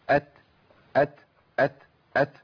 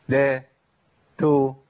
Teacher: الهمس لا ينفك عن التاء في كل حالاتها سواء كانت متحركه او ساكنه · Shown in: first take · لكن بيخف ويبقى ضعيف جدا في حال الحركه.